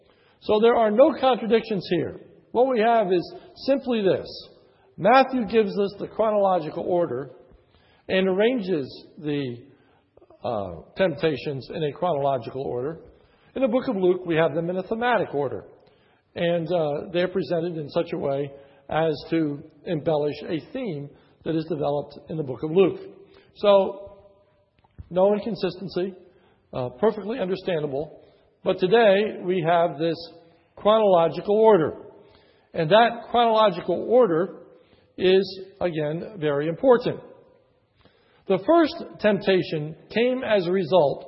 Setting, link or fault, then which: setting, large echoing room